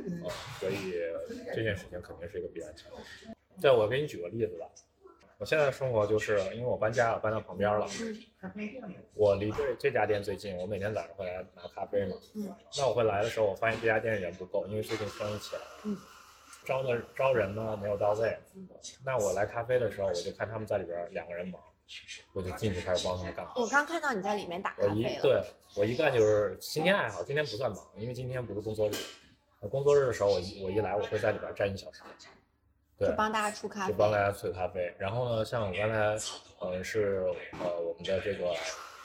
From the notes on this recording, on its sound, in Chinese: 因为当时录音环境太嘈杂